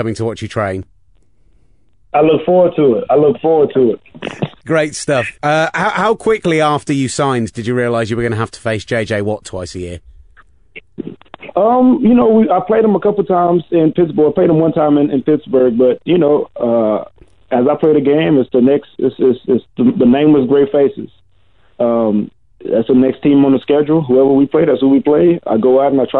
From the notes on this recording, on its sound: joins us on the phone